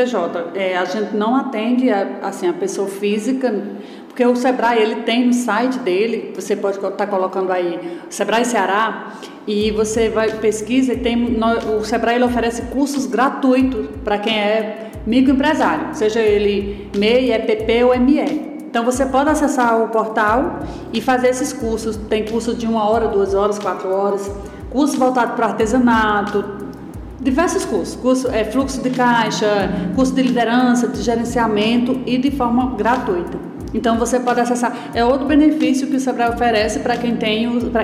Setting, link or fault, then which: setting, live audience